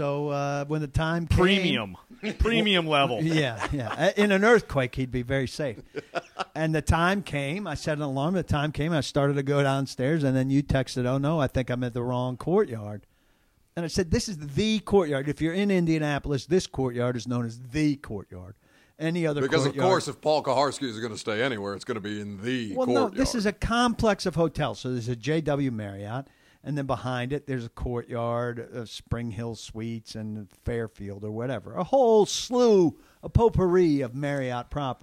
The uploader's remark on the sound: Live from the NFL Combine. Live from Indianapolis.